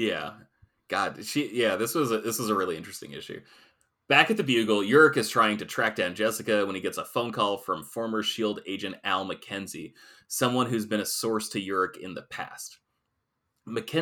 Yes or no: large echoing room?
no